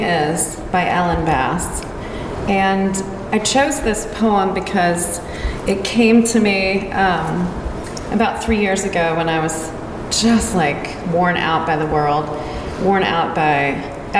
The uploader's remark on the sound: Shares the audio of the Favorite Poem Project Reading held in the Franklin Public Library on Saturday, April 29, 2023. Shares the audio of the Favorite Poem Project Reading held in the Franklin Public Library.